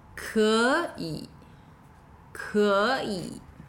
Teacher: Now, 可以 is two third tones, but when spoken together, it sounds more like a second and a third tone.